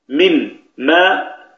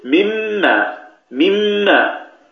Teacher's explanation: تدغم الميم في النون فيصيران ميما واحدة مشددة · Shown in: second take · مما، وذكرنا أن الإدغام يصير فيه الحرفان كالثاني مشددة.